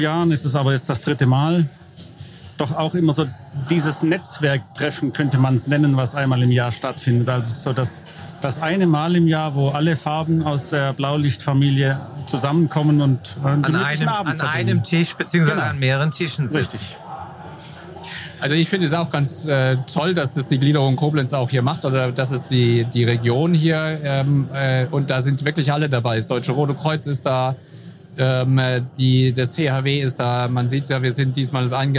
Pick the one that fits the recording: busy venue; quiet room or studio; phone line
busy venue